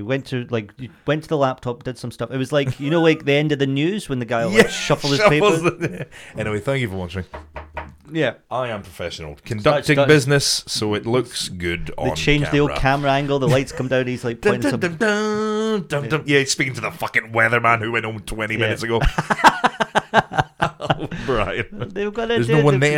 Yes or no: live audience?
no